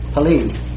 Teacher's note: P-E-L-E, pronounced like P-I-L-E-E. Accent in the last syllable.